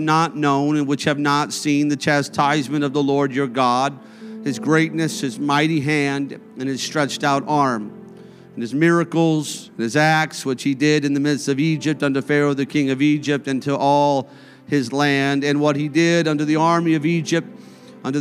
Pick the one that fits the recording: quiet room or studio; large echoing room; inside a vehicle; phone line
large echoing room